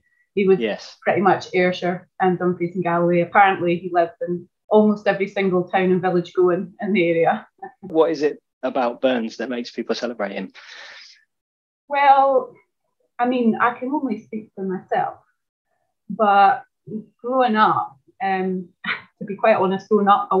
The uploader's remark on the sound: Zoom Meeting.